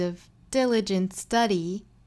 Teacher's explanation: diligent 这个词重音，我们注意在第一个音节